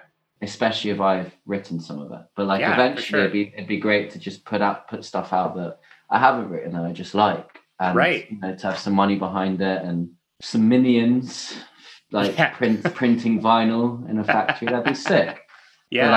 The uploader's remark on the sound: Caught up via Zoom and had a really long chat.